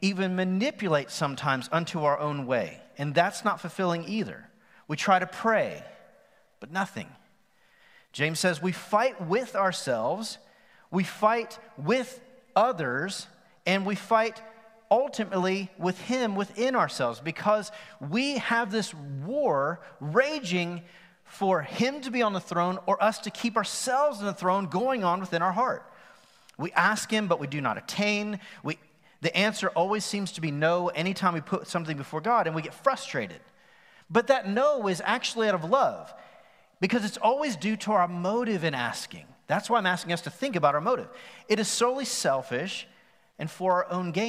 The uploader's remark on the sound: Recorded live on September 27, 2020 at The Fellowship at Mt Juliet.